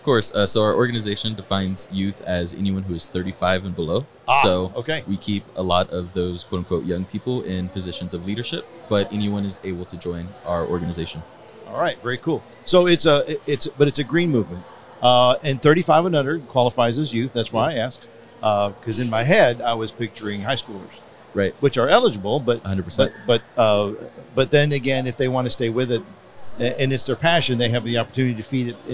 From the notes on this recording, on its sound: at the 2023 Earth Day EARTHx event in Dallas, Texas